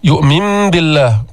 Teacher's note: قلبنا النون الساكنة ميما عند الباء، هيدا حكم القلب، مرة معنا أيضا بغنة بدون تشديد، الغنة بمقدار حركتين.